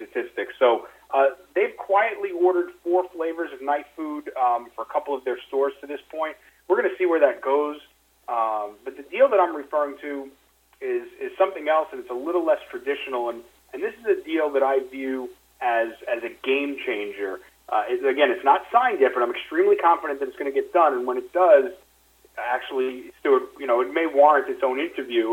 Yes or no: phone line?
yes